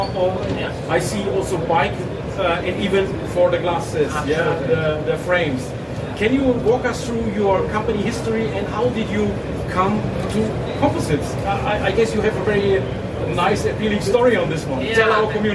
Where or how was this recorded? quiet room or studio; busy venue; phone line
busy venue